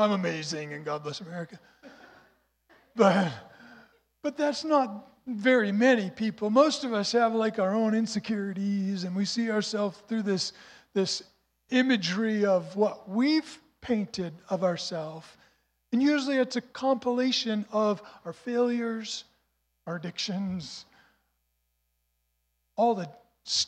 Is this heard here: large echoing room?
yes